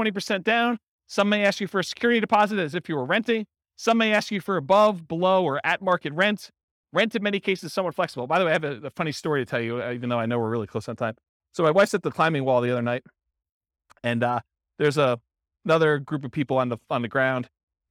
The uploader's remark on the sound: This was a live class recorded.